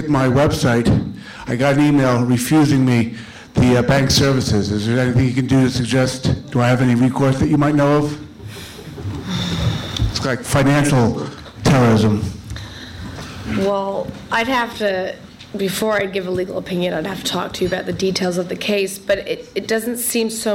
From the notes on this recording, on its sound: a conference held by The New Criterion and the Foundation for Defense of Democracies